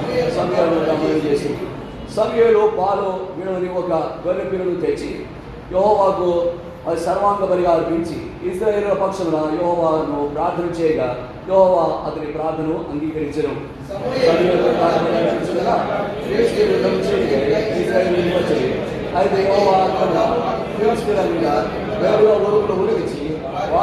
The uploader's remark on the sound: Recording of a sermon given in church.